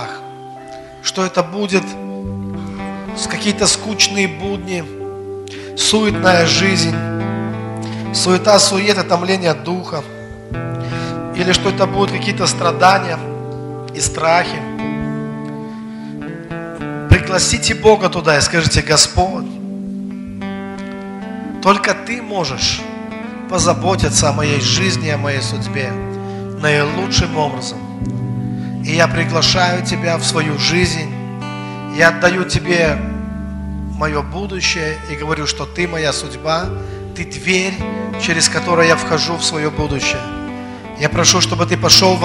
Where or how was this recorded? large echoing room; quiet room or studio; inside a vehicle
large echoing room